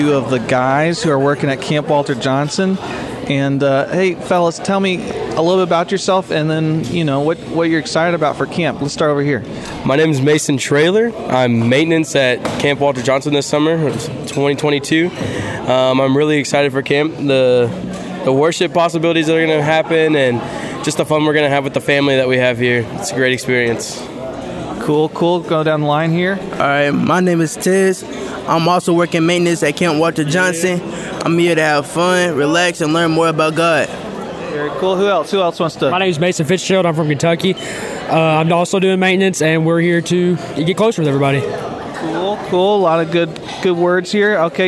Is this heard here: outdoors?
yes